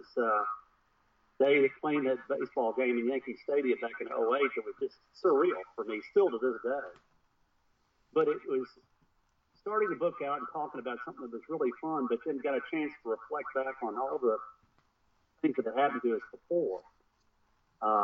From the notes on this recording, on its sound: Note: some problems with audio throughout the track.